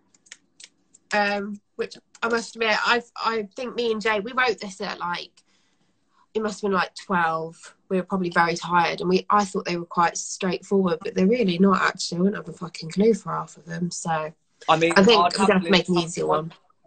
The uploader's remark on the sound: Sound quality will be lower due to being in lockdown